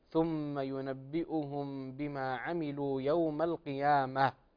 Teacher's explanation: إظهارك لحرف الهاء حال الوقف